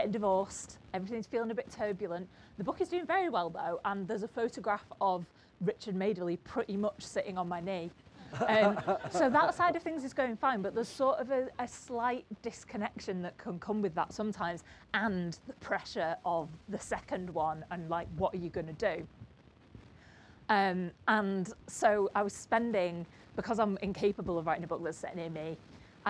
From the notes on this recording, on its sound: as part of the Cream of Cornish event at the 2022 North Cornwall Book Festival.